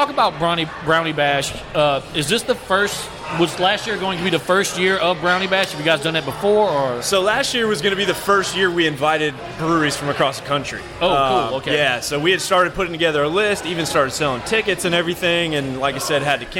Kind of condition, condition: setting, busy venue